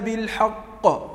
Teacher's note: وهو مشدد ووقفت عليه تفجر القلقلة تكون في أعلى قوتها · Term: أقوى درجات القلقلة